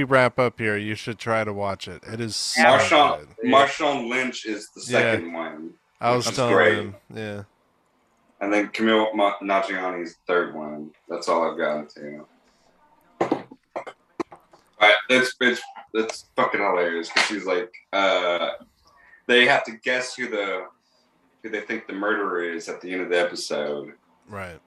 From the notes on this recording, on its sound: On a cold evening in Fort Worth, instead of practice, the boys are forced to have a zoom hang!